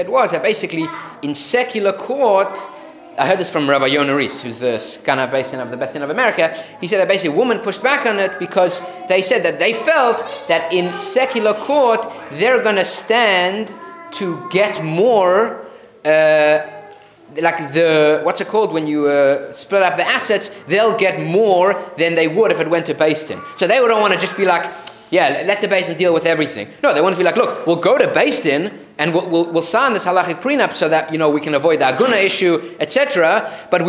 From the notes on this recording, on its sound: Recorded live at The Torah Center ATL on February 11, 2024